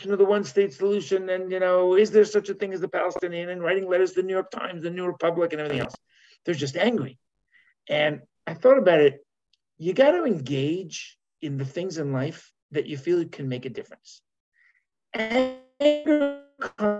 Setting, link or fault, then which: link, video call